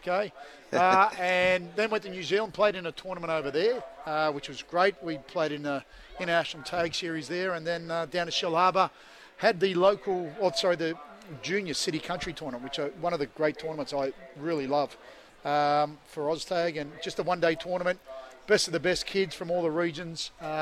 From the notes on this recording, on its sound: live from Toowoon bay surf lifesaving club for their annual ocean swim